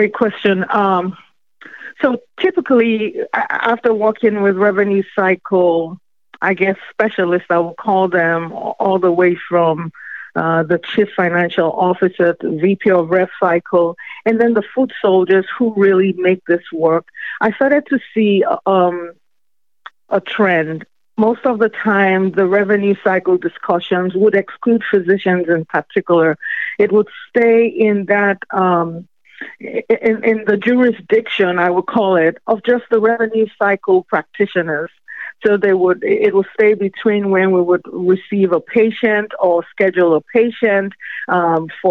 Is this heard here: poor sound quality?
no